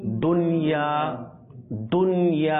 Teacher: ইজহার মুতালাক হবে, অর্থাৎ গুণনা করা ব্যতীত, গুণনা করা ছাড়া উচ্চারণ করতে হবে